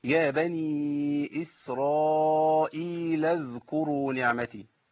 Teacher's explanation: وانا بوصل الكلمه ما بنطقش الهمزه ديت · Term: همزه الوصل